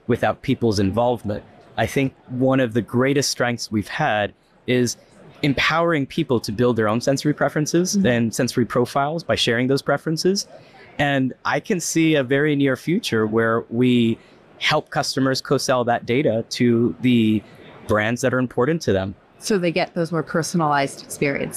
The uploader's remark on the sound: Their discussion, taped at RICE 2023